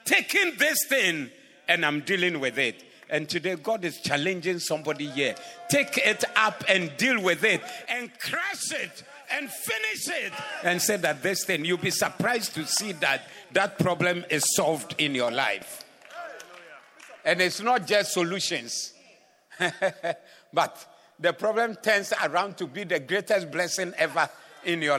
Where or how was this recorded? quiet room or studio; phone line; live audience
live audience